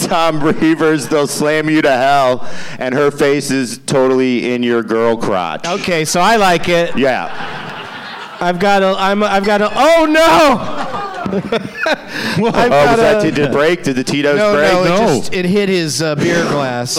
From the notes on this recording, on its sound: Live from Laugh Boston